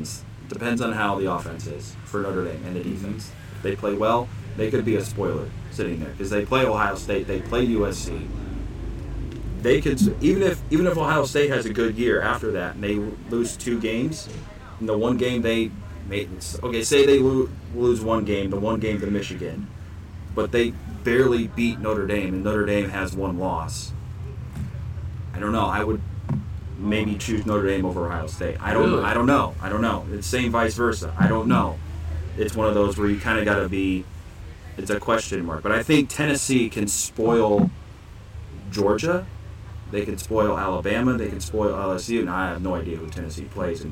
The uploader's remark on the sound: Join us this week as we are live from Potato Creek State Park for the 23rd Annual CCF Church Campout.